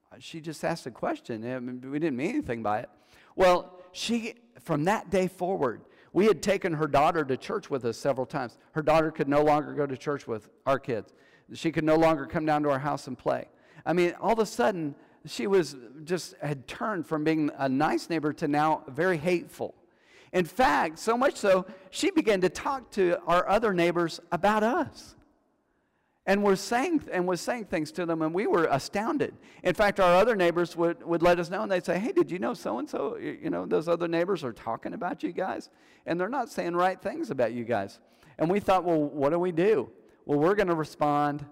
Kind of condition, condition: setting, large echoing room